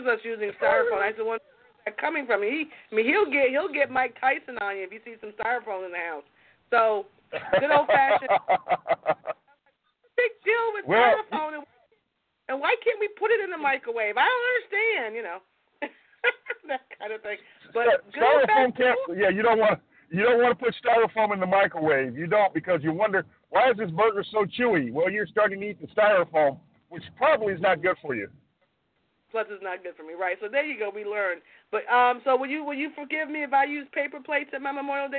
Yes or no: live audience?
no